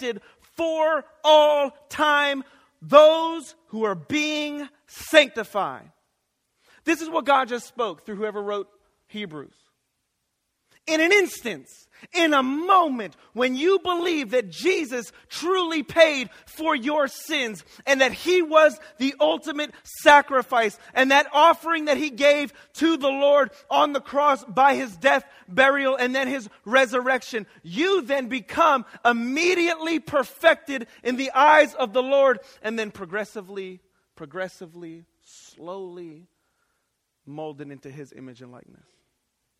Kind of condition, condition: setting, large echoing room